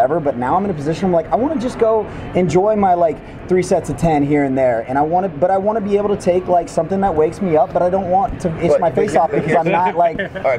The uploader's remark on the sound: Natural Series Launch at the 2018 Arnold Sports Festival. In March of 2018, everyone in the sports nutrition industry descended upon beautiful Columbus, OH. This was a super fun, relaxed conversation that was done in the hotel lobby, so there will be some background noise.